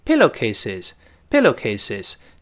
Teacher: 因为语速很快的时候，这声带就来不及震动，到末尾嘛，就不震这一下了